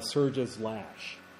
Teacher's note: What makes that sound like surges lashing the shore are the sh sounds, including the j in surges.